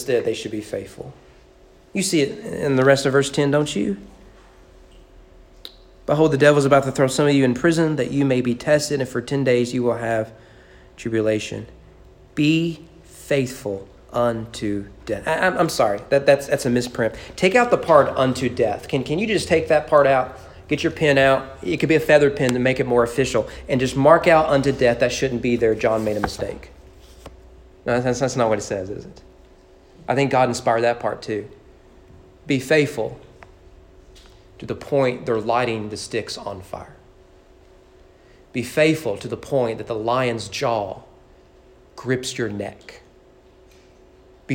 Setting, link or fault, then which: setting, large echoing room